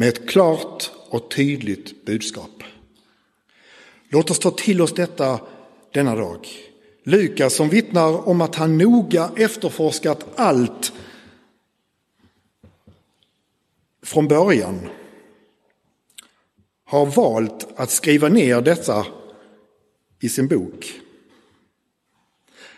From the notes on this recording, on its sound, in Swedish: Inspelad i Roseniuskyrkan den 4 februari 2024.